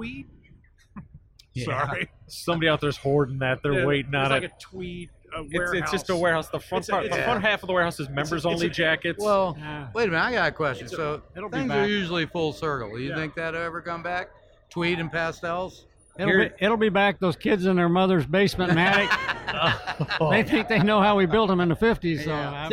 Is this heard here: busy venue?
yes